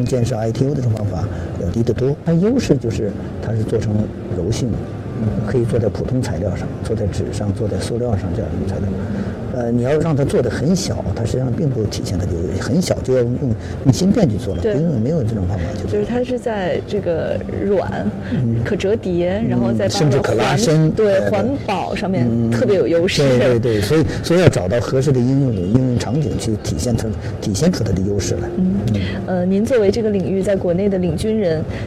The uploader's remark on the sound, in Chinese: 带您走进2019慕尼黑上海电子生产设备展，为您带来最前沿的现场资讯。